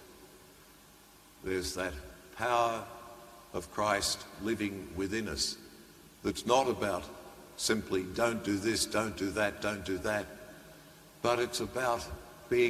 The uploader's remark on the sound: The homily from Sacred Heart Cathedral, Hamilton